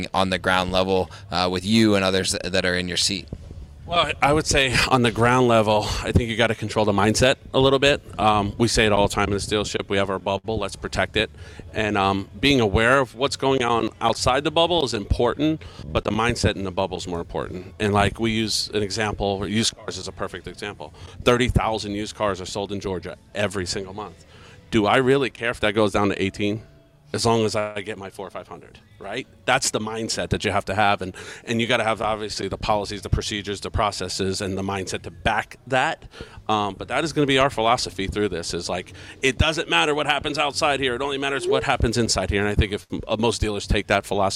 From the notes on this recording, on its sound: In-Showroom Interview. Beaver Toyota.